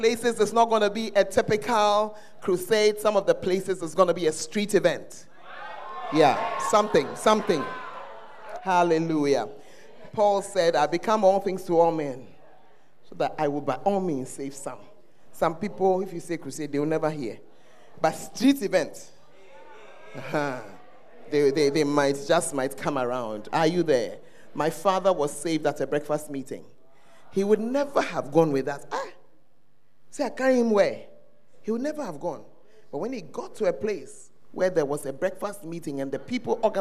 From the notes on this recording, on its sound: Preached at First Love Church, Ayeduase